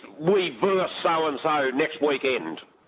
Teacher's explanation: to drop that last syllable off the word versus, meaning one team playing another.